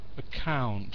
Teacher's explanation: So the accent on the second syllable.